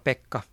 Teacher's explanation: ensimmäinen tavu on painollinen